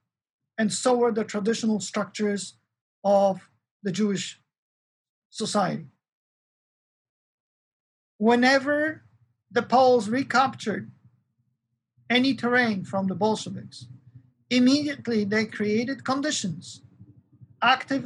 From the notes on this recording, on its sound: This lecture is a part of our 10th Annual Kościuszko Chair Spring Symposium in honor of Lady Blanka Rosenstiel.